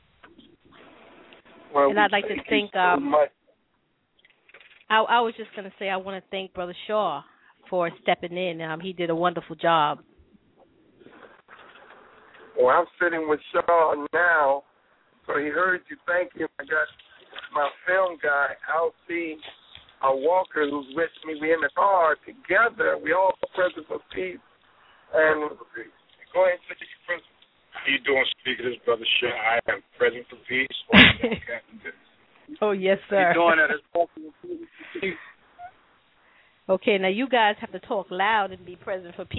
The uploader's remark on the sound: Anchored by one of The Keys 107 (Blog Talk Radio) hosts, members call in and talk about what’s happening with the PeaceKeepers in their neighborhood.